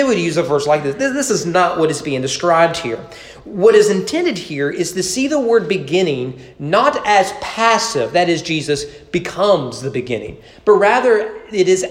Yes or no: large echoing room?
yes